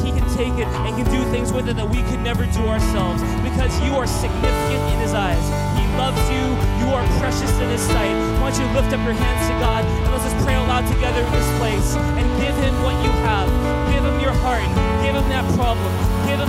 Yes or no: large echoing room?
yes